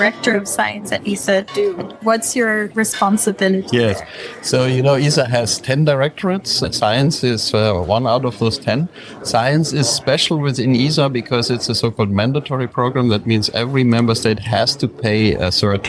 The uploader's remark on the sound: On tour in Brussels at the 14th European Space Conference in the Egmont Palace. In this format, you will hear conversations or the entire team of SpaceWatchers while being out on the road.